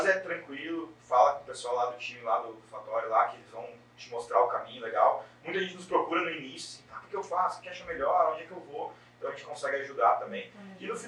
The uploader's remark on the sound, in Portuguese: Pedimos desculpas pela qualidade do áudio, mas tivemos um problema na captação.